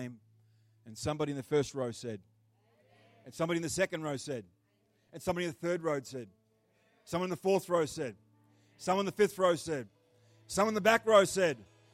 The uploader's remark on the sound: The live stream of Destiny Church Atherton.